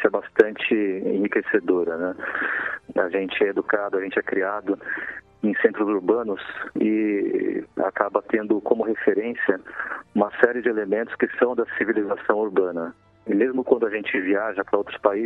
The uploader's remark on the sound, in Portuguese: entrevistamos, por telefone